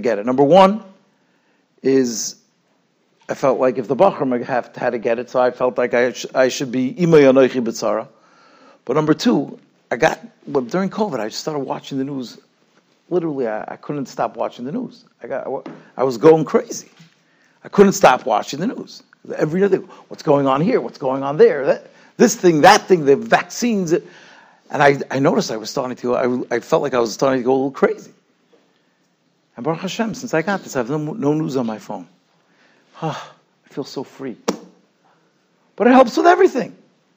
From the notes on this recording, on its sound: Shiur recorded in Yeshivas Ohr Reuven, Monsey, NY.